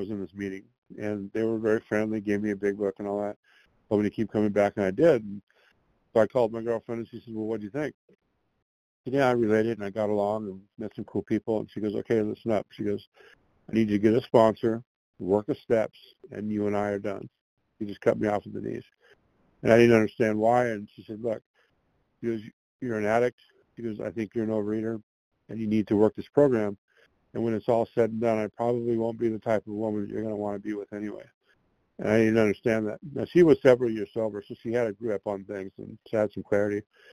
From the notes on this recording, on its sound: qualification from the 100 Pounders Phone Meeting